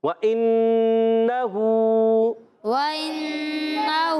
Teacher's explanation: और हा पर उल्टा पेश है, एक अलिफ खींचना है, तो यानी اِنَّ، یہاں پر غنہ کو بھی ایک الف لمبا کرے گا اور ہو کو بھی ایک الف